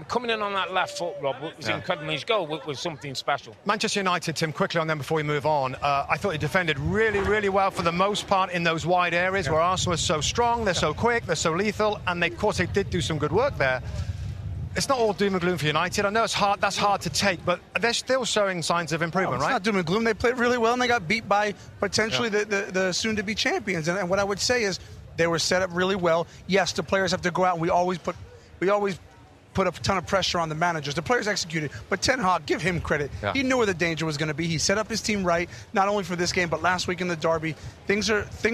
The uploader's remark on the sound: Live From Orlando Fan Fest. Live from the Orlando stage!